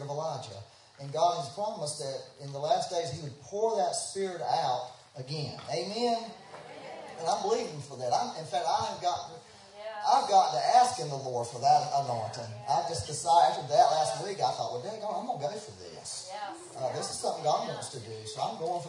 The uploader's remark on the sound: We had some technical difficulties so the sound is not the best quality but is better than nothing.